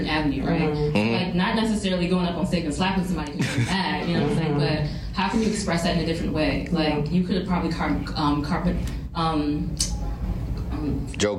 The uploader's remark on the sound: Tune into the recording of our live sessions at SNMA's annual medical education conference. Shout out to our lovely audience members for participating and creating this episode with us!